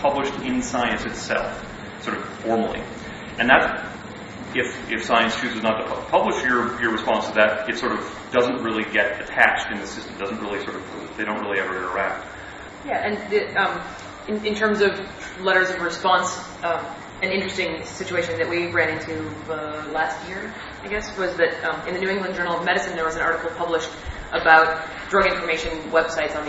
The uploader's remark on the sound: a talk they gave at the 2002 Mind States conference that was held in Jamaica